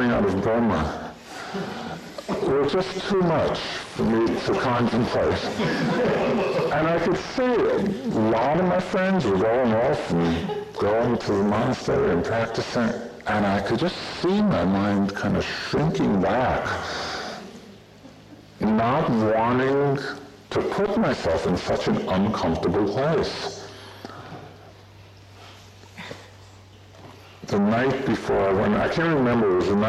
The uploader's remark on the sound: (Insight Meditation Society - Retreat Center) Bad original recording.